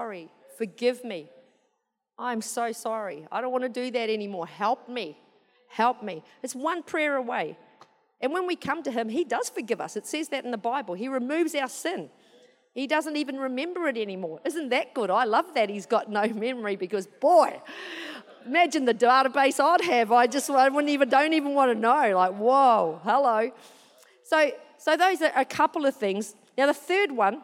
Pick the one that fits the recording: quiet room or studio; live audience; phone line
live audience